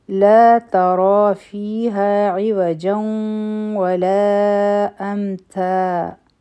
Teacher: فی ها دواړه حروفی مد دی. عوجا و په جیم باندې تنوین دی، مخکې واو راغی نو دلته به ادغام کو د غنه سره